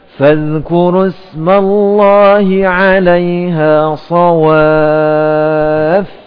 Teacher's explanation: Jadi yang dinabar pada huruf akhirnya saja, yaitu huruf yang bertasydid